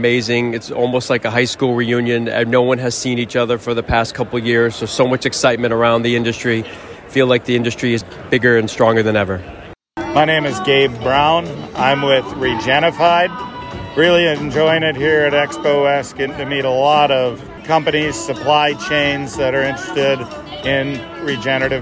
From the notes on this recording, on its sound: sound bites taken on the floor of Expo West